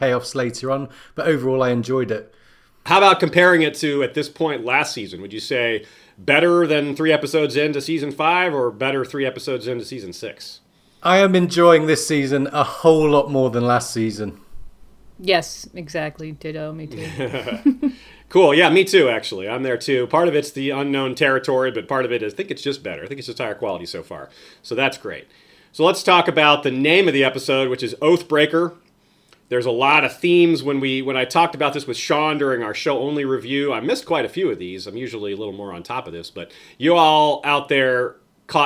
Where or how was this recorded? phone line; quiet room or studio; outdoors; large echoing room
quiet room or studio